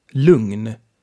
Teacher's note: G and N are pronounced a bit differently. They are pronounced ng.